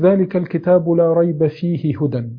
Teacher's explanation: لم تشبه هذه الهاء لأنها وقع قبلها ساكن